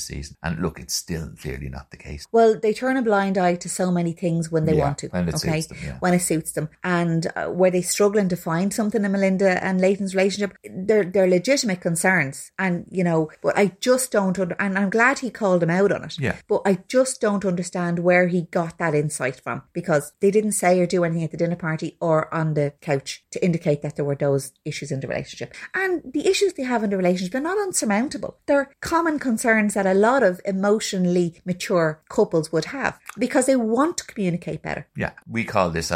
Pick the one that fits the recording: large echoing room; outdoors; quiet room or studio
quiet room or studio